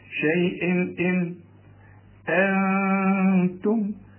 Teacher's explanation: شوف انا استعملت لساني في النون الاولى، انما النون الثانيه بدون تشكيل ما استعملتش فيها اللسان. انتم اخفتها لانها بعدها التاء والتاء من حروف الاخفاء.